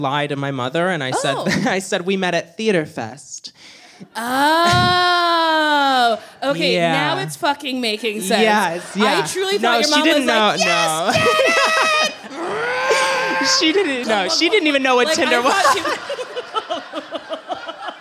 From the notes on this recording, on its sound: A supersized live episode of the podcast! Recorded live at The Elysian.